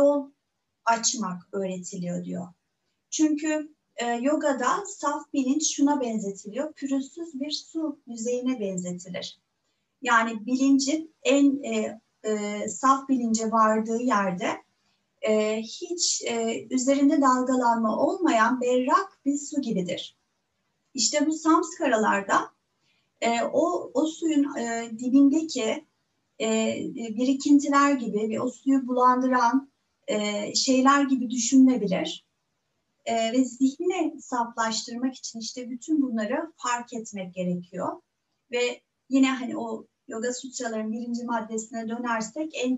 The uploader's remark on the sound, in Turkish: Bu kayıt online zoom atölyelerimden bir kesit içeriyor.